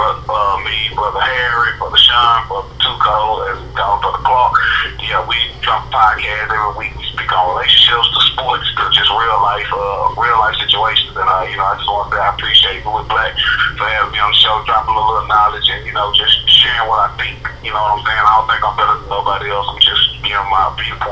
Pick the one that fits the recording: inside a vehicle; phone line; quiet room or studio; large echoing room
phone line